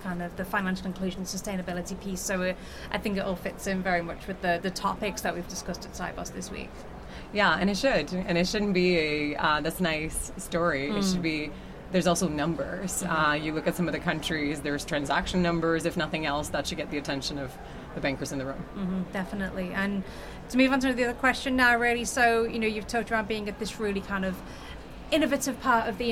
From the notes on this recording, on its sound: In this bonus episode recorded at Sibos. The annual transaction banking conference.